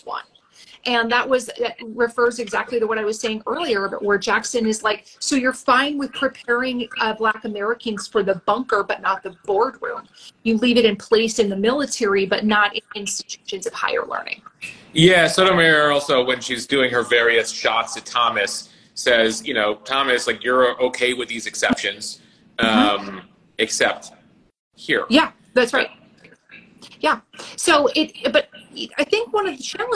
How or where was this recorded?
video call